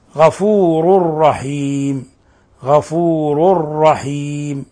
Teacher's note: تنوين ضم جاء بعده الراء، الحكم التجويدي إضغام بغير غنة، لأن اللام والراء من حرفاء الإضغام بغير غنة.